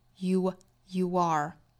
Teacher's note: you 和 are 之间连读加 w